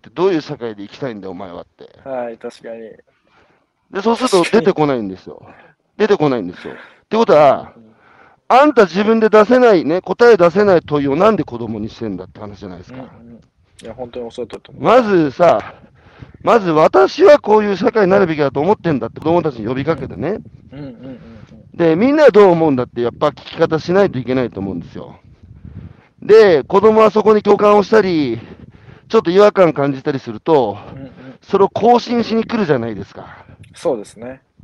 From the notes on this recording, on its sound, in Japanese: 歩きながら1時間、対談する。